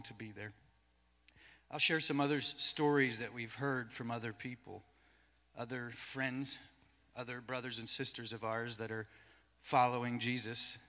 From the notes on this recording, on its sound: Cornerstone Fellowship Sunday morning service, recorded live at the church.